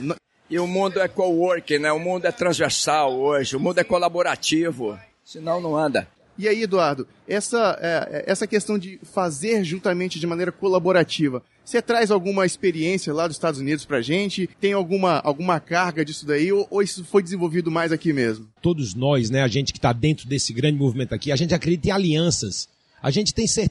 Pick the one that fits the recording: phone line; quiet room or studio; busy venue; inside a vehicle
busy venue